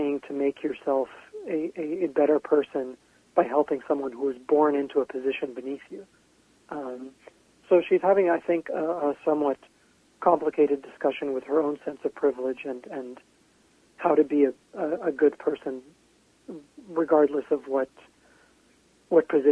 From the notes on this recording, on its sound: called in from his home in Portland, Oregon.